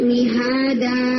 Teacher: یعنی آپ وہاں پہ الف مد کے ساتھ سٹاپ کرتے ہیں